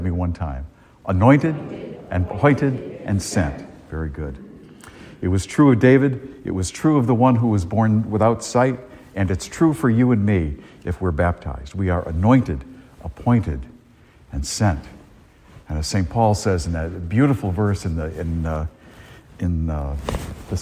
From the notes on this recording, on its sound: A homily delivered at Star of the Sea parish in Salisbury, Massachusetts